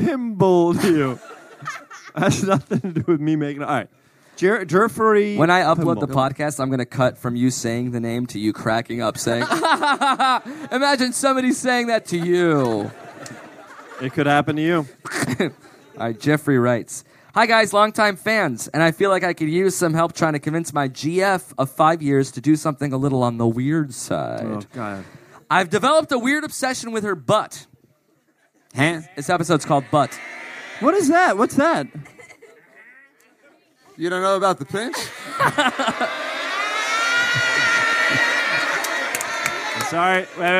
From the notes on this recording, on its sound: Live from Dublin.